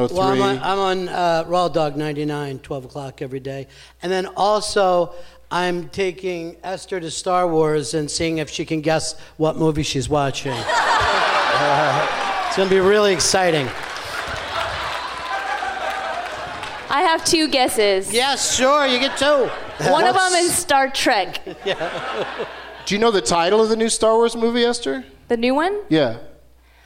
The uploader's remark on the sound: Live from the Gramercy Theatre in New York City